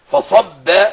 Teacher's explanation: والباء حرف انفجاري، انفجاري ده حرف مش حاجة تانية، حرف انفجاري ومجهور